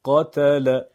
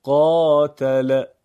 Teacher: فعل، فعل. دقت کنید، صدای کوتاه در یک ضرب، صدای کشیده در دو ضرب. فتحه ضربی، الف مدی به اندازه زدن دو ضربه متناسب با سرعت تلاوت کشیده بشه.